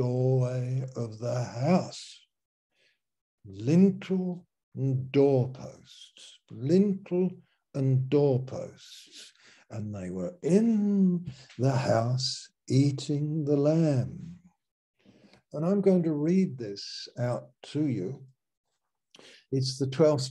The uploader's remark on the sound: Malaysia Meets (Zoom)